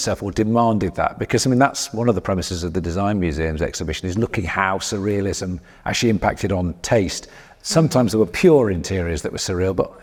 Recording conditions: busy venue